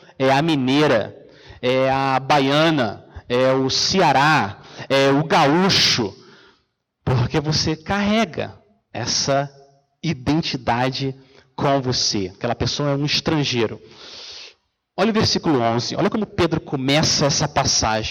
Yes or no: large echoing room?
yes